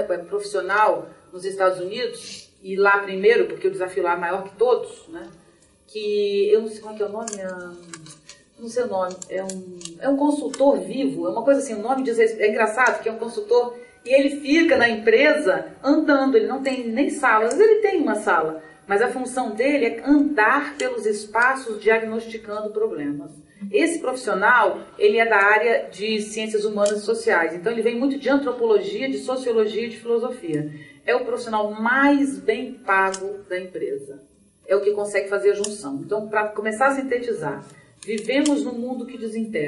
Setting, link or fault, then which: setting, live audience